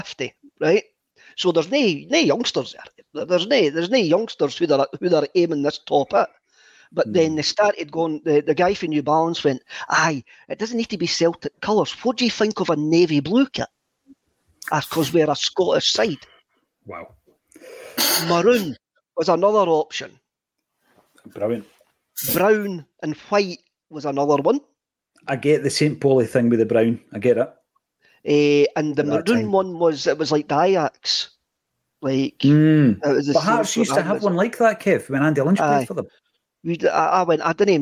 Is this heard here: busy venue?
no